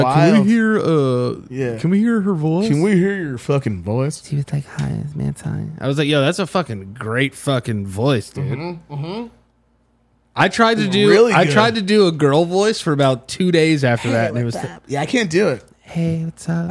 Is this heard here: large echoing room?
no